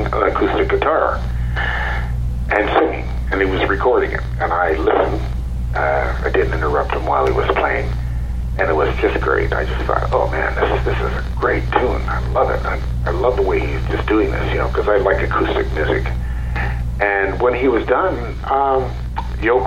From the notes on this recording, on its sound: Joining me via phone